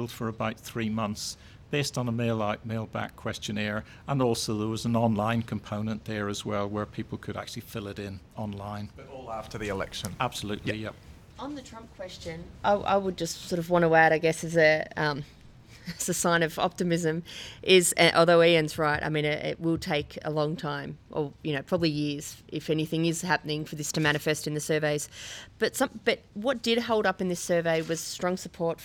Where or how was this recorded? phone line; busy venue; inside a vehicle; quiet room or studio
busy venue